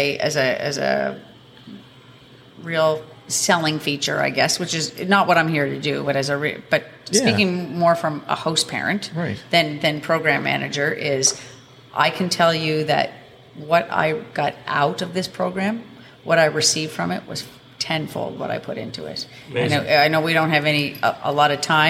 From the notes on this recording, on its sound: Station Six in Spryfield Nova Scotia for the great beer and location to record this episode. Station Six in Spryfield Nova Scotia for the great beer and location to record this episode.